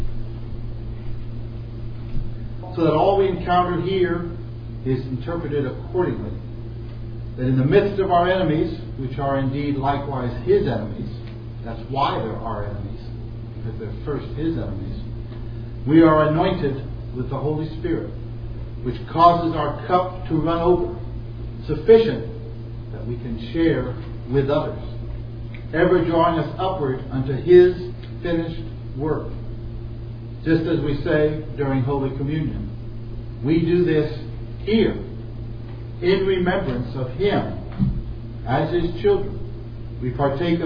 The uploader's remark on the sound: At the Retirement Center Fellowship. These sermons are preached in a public setting, so you may hear some background noise.